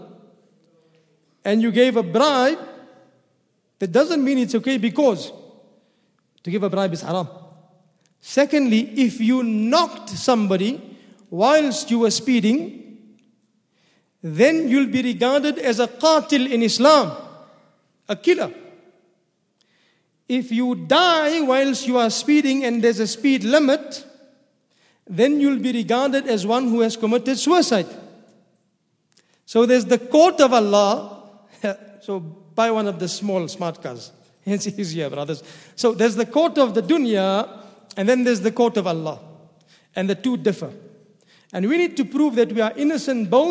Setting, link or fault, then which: setting, large echoing room